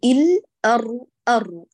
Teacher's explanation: الأمر الثالث حبيبة القلب ربما يتعلق بالحروف المشددات، الآن المشددات في البسملة كلهم حروف بينية، وبالتالي ما كل مشدد بشديد، أنت مطالبة أنك تحافظي على بينية الحرف الأول، فتقولي إل أر أر بذات الآلية وبذات قوة التصادم وبذات الزمن لا يختلف.